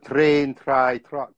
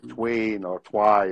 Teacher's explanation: in Scottish, we really pronounce the R sound. It's called a rhotic accent · Shown in: first take